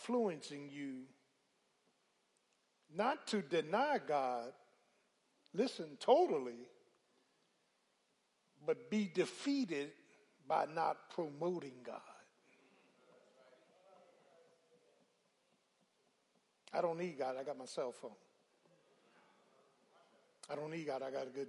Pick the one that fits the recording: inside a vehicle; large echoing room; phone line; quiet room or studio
large echoing room